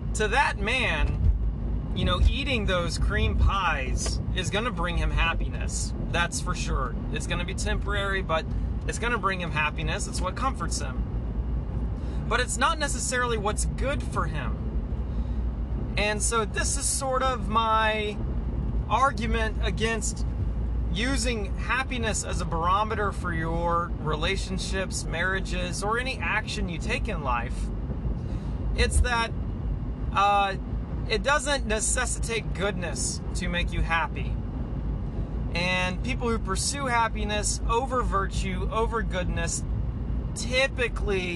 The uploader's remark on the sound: Sorry this was recorded in the car.